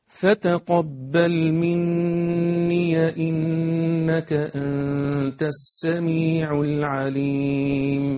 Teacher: ورش عن نافع الياء دي مش هتبقى عنده ياء مادية، هتقرأ هذه الياء بالفتح منية فتصير ياء مفتوحة. · Term: ياء إضافة